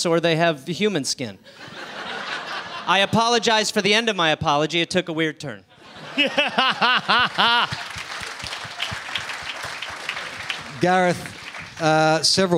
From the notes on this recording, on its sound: Live in Syd. Recorded at the Sydney Comedy Store.